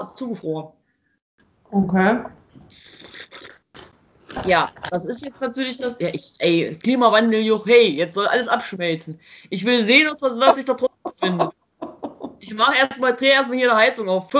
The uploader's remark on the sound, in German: Meine Schwester und ich skypen.